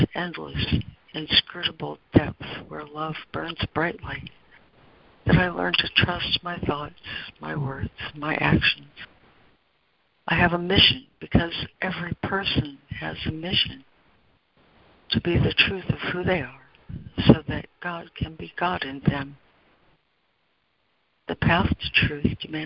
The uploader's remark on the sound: ACIM Daily Conference Call